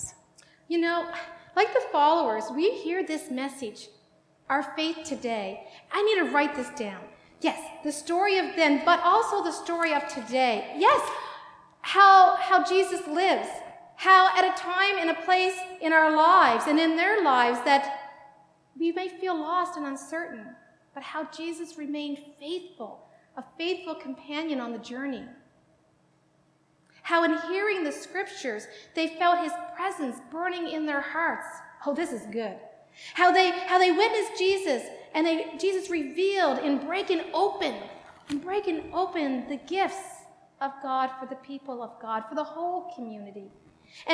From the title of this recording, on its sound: Live worship service